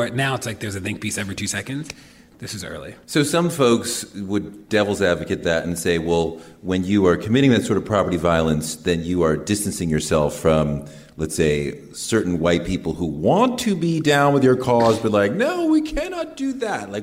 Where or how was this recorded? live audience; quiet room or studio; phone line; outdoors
live audience